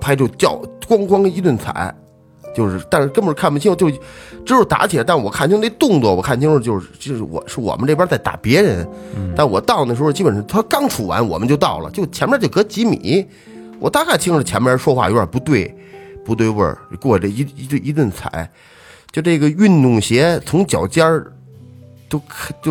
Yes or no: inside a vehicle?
no